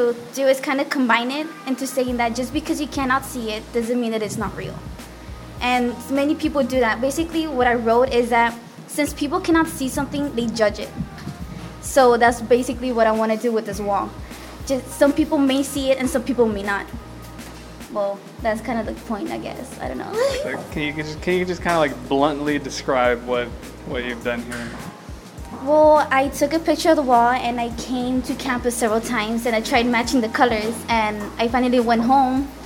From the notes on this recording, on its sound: Apologies for the wind, I had forgotten my wind sock at home.